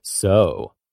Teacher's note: it mimics the rising and falling tones of a sarcastic sing-song voice